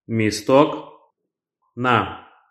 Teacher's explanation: Stress pattern B. The stress is on the last syllable.